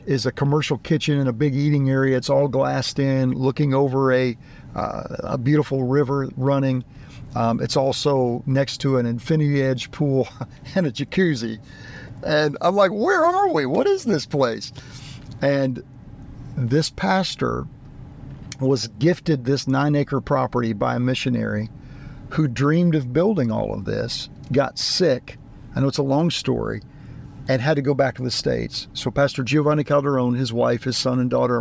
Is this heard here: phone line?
no